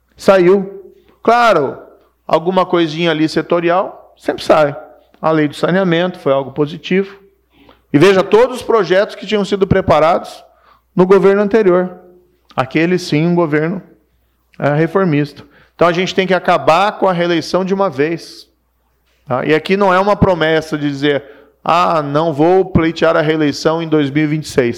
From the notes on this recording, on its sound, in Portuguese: Diante de uma plateia de empresários, altos executivos e investidores